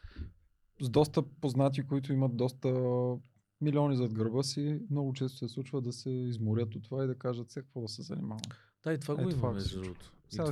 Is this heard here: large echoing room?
no